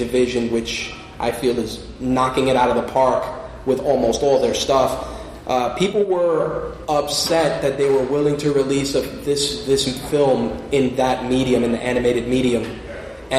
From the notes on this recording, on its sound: My Take Radio was live from Qirin Con 2016. It also had a live audience comprised of students and staff from Pace university as well.